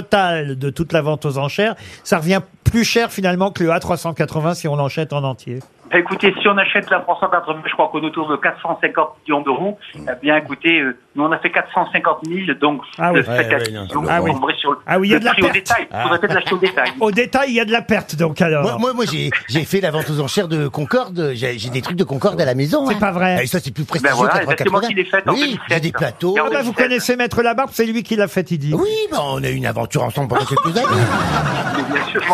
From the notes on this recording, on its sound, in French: au téléphone ce 17 octobre avec les Grosses Têtes